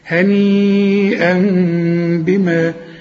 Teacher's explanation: يبقى العلماء بيسموها إقلاب، أقلب التنوين لميم ونخفيها بالشفايف ونغنها